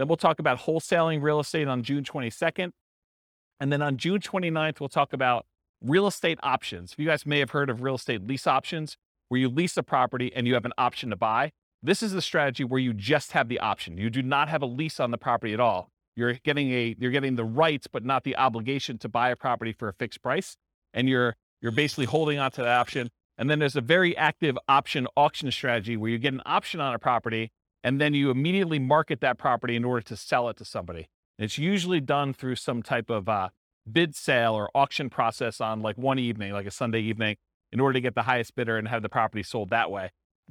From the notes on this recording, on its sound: This was a live class recorded